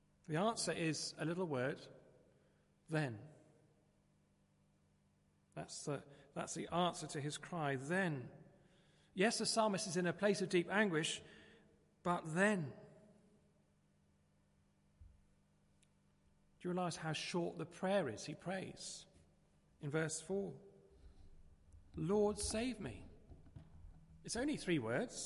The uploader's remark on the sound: Christ Church, Bayston Hill (UK)